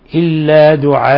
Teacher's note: نقف عليه بأن نبدله ألفا، وهذا يسمى مد عوض